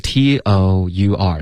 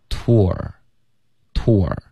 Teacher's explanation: 断哪一个是哪一个，所以你就用它的标准的发音。OK，因为标准的发音，还是比较靠谱的。所以第一个呢，这个倒过来的奥米加，它正常情况下呢是发一个呃的音。OK，可是如果后面加一个 R。那其实它要发一个呜的音，所以嘴唇要嘟起来